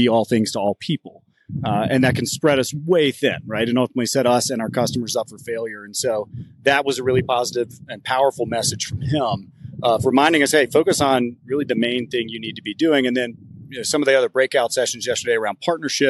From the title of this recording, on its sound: Live from AFT Conference